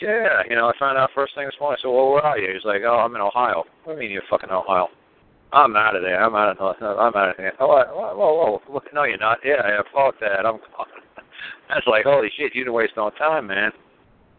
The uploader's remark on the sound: I will try to call in to trigger the Audio Stream at the beginning of the call